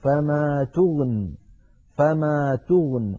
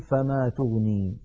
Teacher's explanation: فلو وقفنا عليها اضطرارا أو اختبارا نقف فما تغن فما تغن، ولا نقول فما تغني على رواية حفص · Shown in: first take